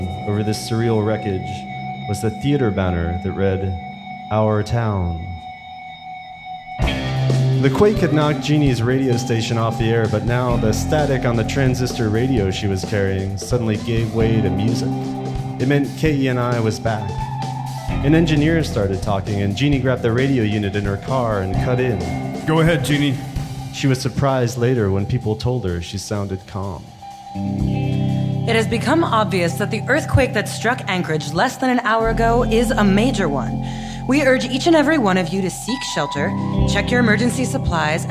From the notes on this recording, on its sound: This episode was recorded live as part of the Radiotopia West Coast Tour.